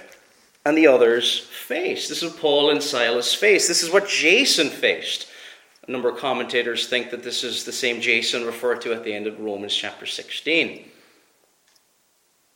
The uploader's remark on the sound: Preached at Bailiesmills Reformed Presbyterian Church